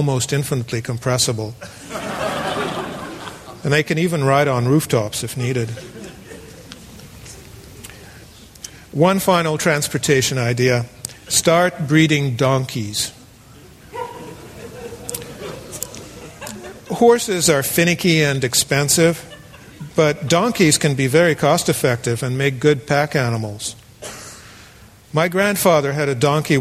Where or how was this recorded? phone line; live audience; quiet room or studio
live audience